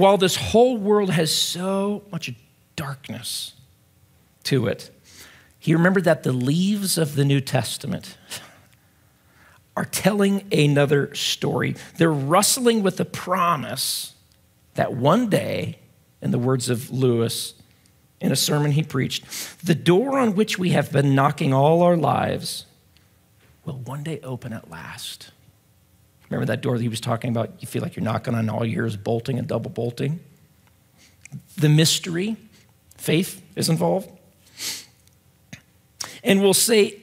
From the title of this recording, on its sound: at Timberline Church